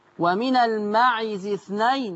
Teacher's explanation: نمرة اتنين ومن المعز اثنين ما نحركش العين